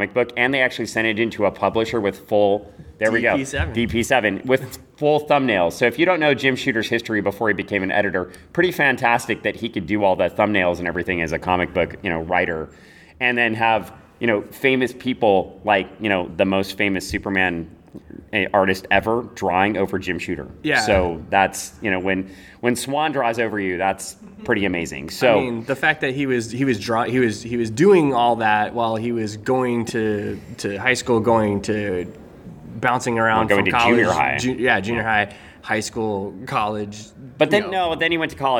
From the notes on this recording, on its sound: Live to tape from O Con Expo